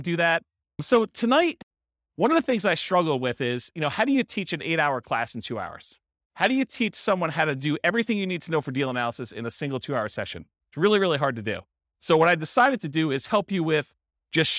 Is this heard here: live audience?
yes